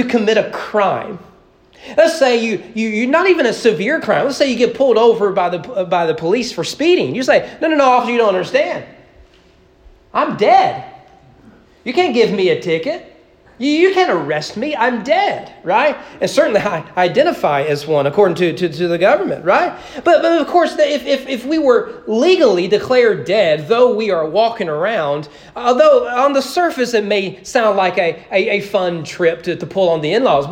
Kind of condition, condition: setting, large echoing room